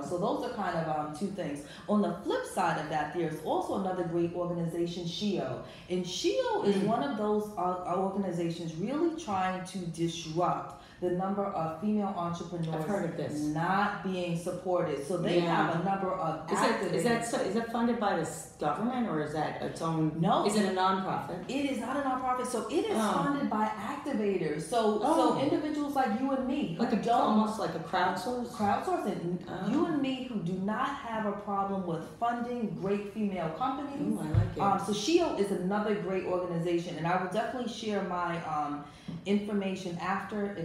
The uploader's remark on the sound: This episode was filmed LIVE at Luminary - a NYC Hub for WonderWomen in Business